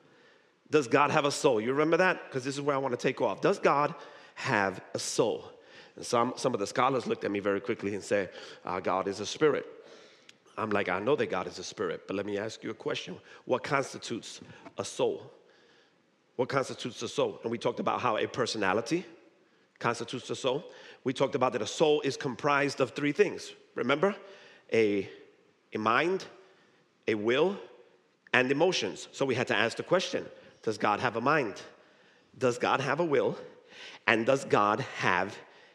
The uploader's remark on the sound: Recorded live at High Place Church, Merchantville, NJ.